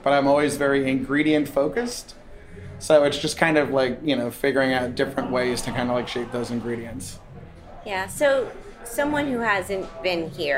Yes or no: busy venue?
yes